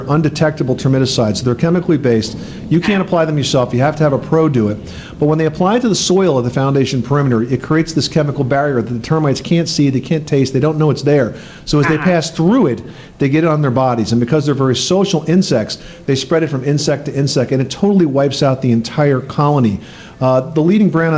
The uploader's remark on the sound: Live Broadcast from the Craftsman Experience